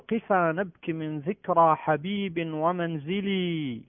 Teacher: تشبع اللام حتى يتولد من إشباع حركتها، من إشباع هذه الكسرة ياء · Term: إشباع الكسرة